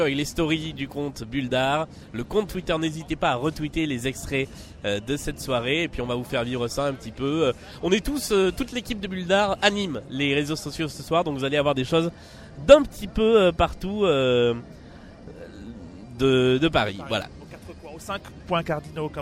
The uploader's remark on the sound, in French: En direct de la Nuit Blanche 2019